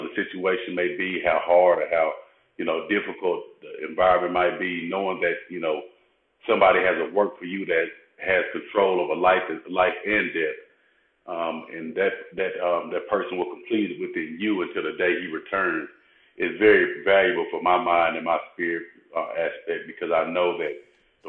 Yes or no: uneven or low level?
no